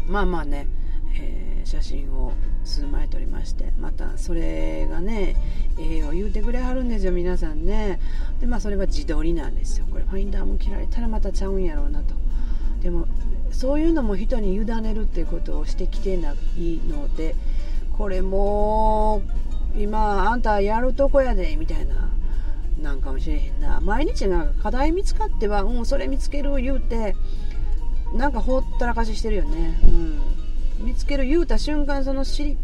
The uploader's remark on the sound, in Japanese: なんと島根県へ一人旅に向かう途中のサービスエリアの車中で収録しております。